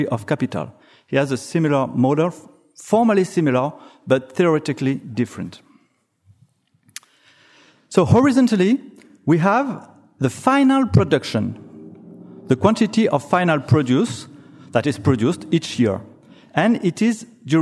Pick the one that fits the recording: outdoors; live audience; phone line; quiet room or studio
live audience